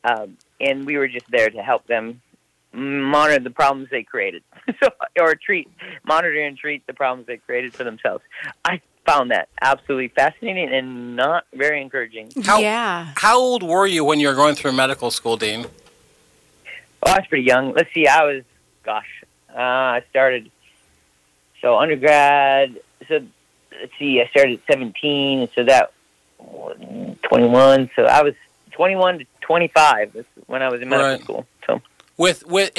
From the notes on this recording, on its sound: Over the phone from outside Austin, TX.